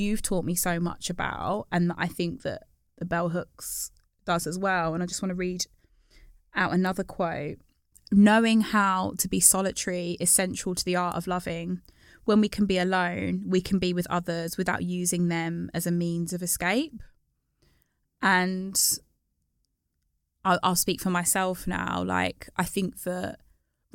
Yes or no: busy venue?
no